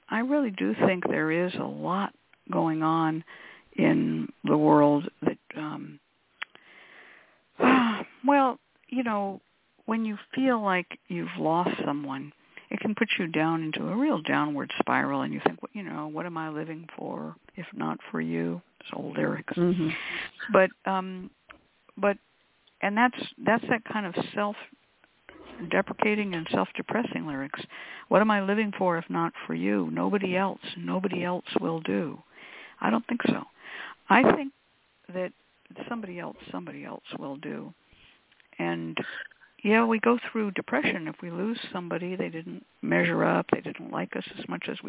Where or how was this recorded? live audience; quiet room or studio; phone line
phone line